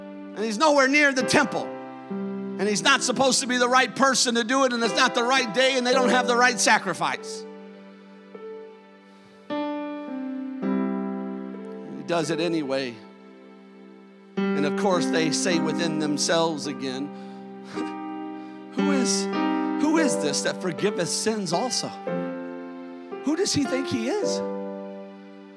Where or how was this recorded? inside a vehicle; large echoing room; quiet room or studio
large echoing room